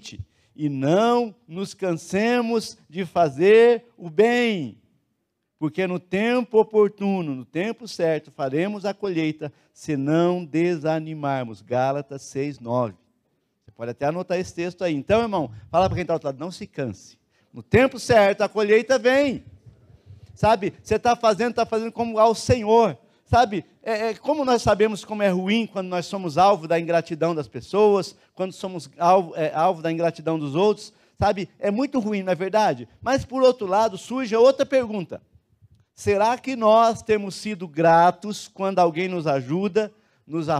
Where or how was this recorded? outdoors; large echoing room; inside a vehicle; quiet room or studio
large echoing room